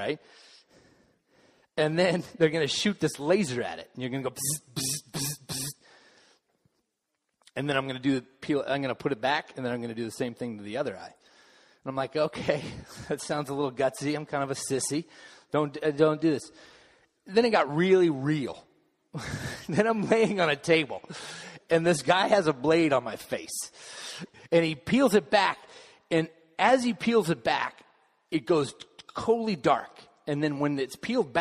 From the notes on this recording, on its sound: Final message of the Summer Series delivered during the Contemporary Worship service.